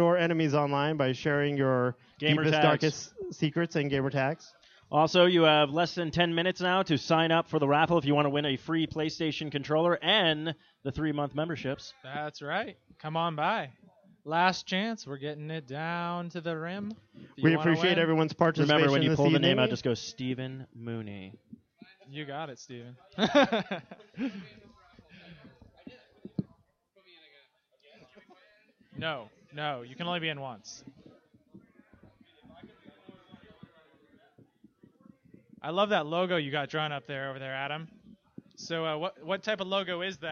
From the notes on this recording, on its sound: The recording of their LIVE remote show for the release party of the PlayStation 4!